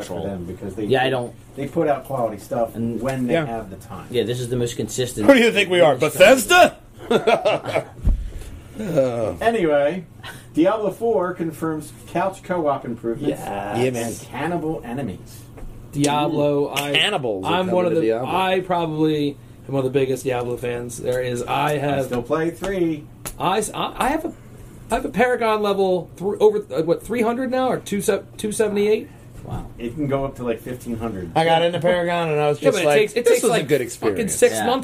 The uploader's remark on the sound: we joined together at the Game'n DVD Exchange to do a live podcast